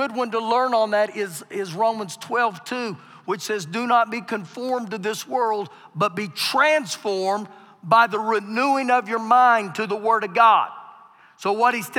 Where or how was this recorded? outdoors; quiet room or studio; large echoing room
large echoing room